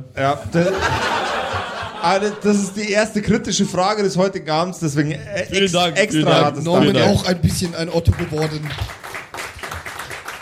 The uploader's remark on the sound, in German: Diesmal aber erstmals LIVE vor Publikum bei unserer Aufnahme in Nürnberg.